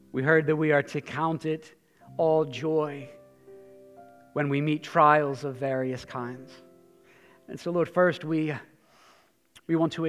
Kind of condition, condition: setting, large echoing room